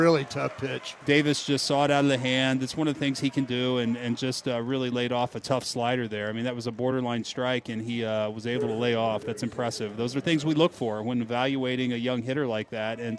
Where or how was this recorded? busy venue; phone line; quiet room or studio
busy venue